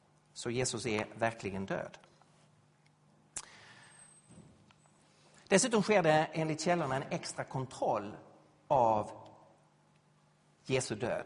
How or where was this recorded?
large echoing room